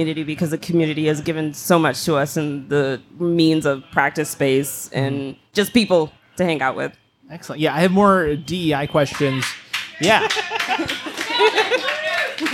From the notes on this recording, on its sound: This episode was recorded in front of a live audience at Black Rabbit Mead in Reno, Nevada on July 27, 2023.